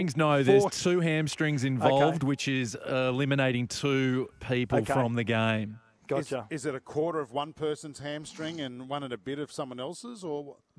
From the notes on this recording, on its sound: Live from Suncorp stadium